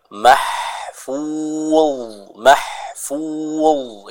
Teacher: huruf dha ini dibaca dengan tebal